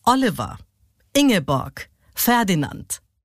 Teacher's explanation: Daktylus hat die erste Silbe betont und dann zwei unbetonte.